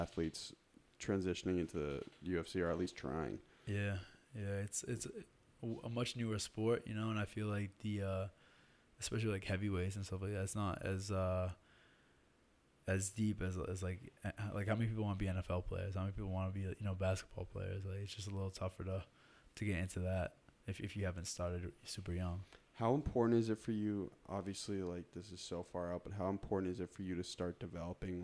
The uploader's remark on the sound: Sorry about the lack of time stamps and quieter audio on this episode. We worked with an out-of-house producer on this episode.